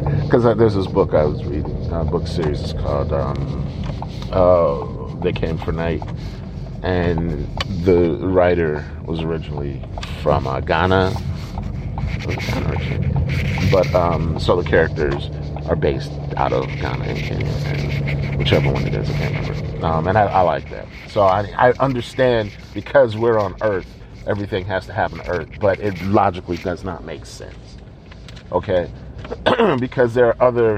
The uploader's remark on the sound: Warning: there’s a constant scratching noise throughout the episode and you may want to skip it.